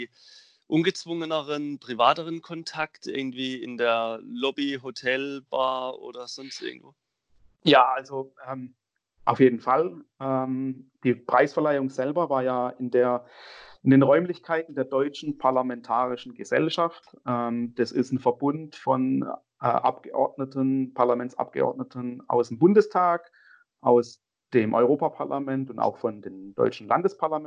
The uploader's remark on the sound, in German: Aufgrund der Corona-Verordnung diesmal über Skype